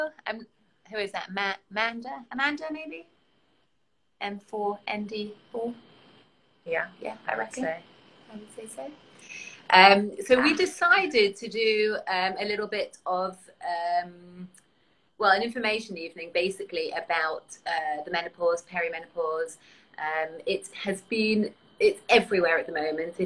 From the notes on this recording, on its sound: We have uploaded an instagram live we did